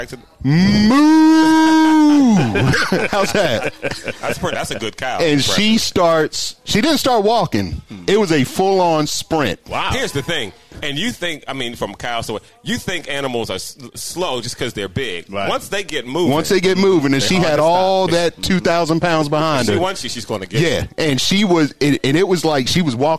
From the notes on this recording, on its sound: Live at the Greene Turtle. The Golf DMV Community gathered at the Greene Turtle in Burtonsville, MD for a live recording.